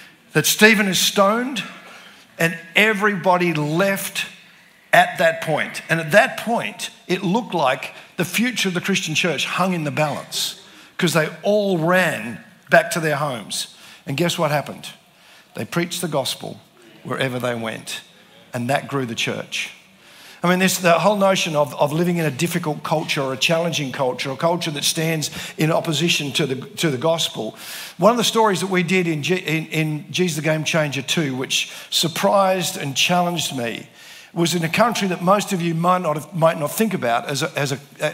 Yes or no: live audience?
yes